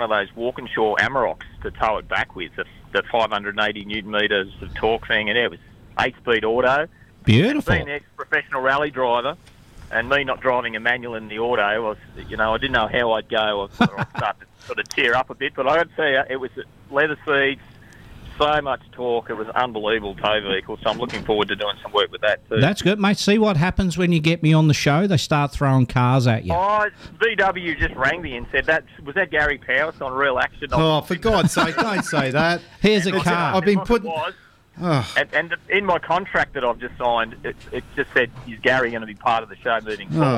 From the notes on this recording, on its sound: Joins us live on the water as he chases bream and whiting with mates.